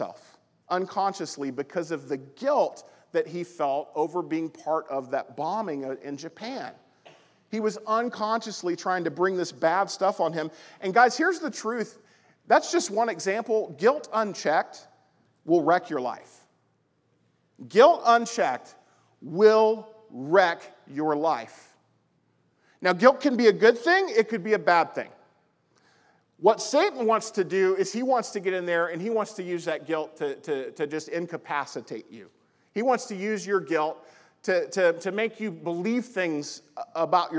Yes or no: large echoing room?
yes